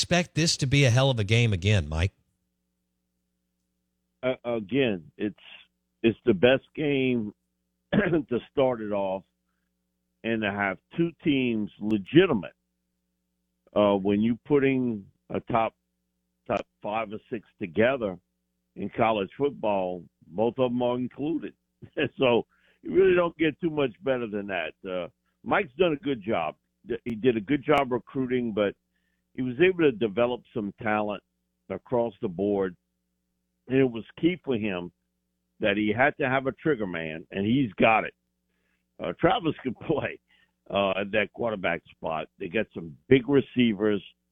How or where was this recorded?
phone line